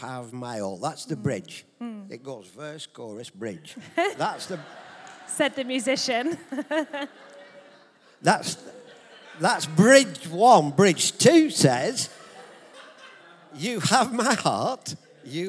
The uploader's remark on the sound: Recorded live at Life Church on the 12th November 2023.